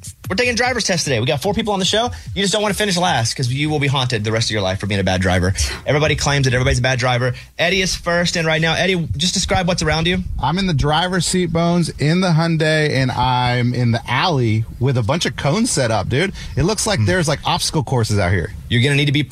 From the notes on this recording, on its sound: called into the show